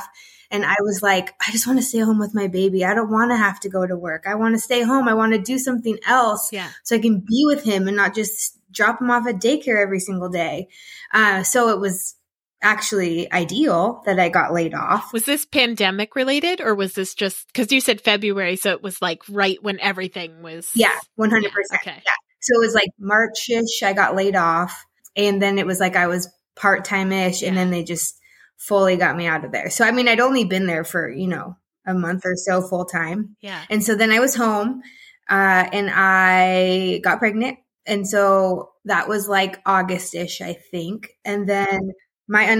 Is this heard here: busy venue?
no